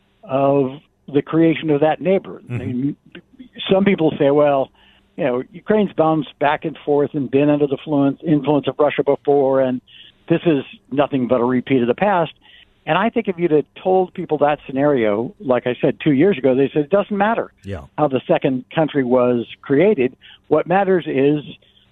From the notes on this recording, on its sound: by phone